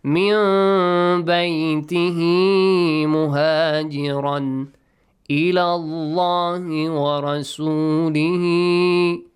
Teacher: Iqlaab, changing sound. The sound of nun will be changed to a hidden mim sound.